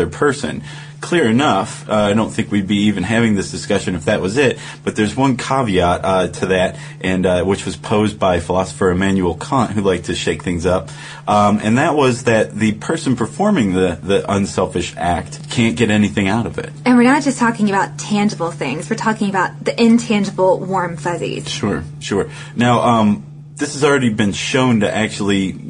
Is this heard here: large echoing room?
no